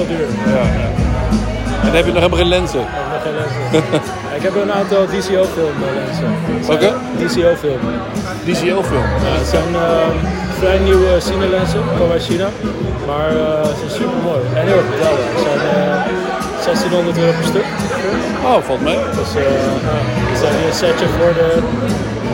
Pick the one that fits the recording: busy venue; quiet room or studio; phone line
busy venue